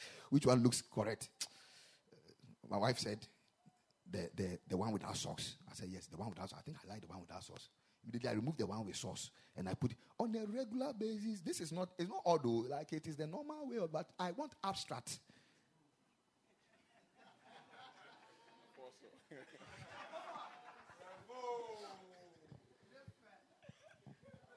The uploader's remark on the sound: Preached at the Ekklesia Campus.